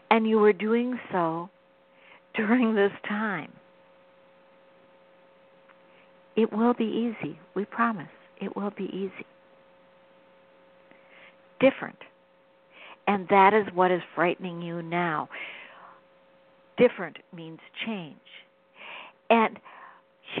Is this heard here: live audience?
no